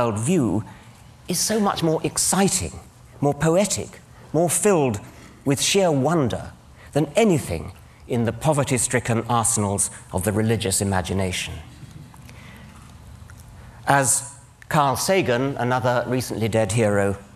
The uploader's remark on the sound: Drew strongly mixed reactions from the audience; some stood and applauded his courage.